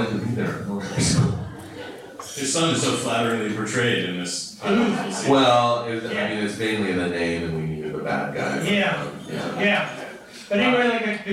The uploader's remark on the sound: Live table read of C-Company (at SF Sketchfest 2017). You'll also listen to a never-before-heard live table read of C-Company (at SF Sketchfest 2017) performed by some of today's funniest comedic actors.